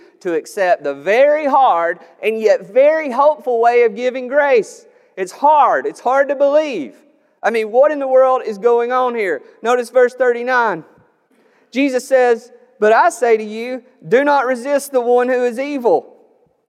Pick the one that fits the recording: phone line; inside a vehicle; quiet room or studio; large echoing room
large echoing room